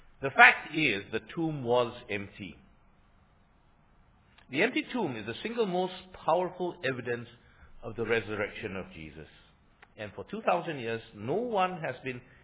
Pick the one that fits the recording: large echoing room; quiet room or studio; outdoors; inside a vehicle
large echoing room